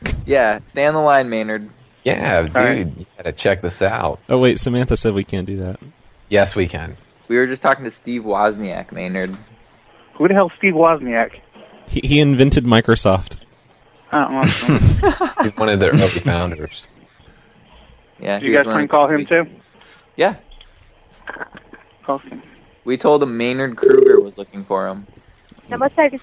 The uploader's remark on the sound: …'s Personal Prank Phone Calls Collection.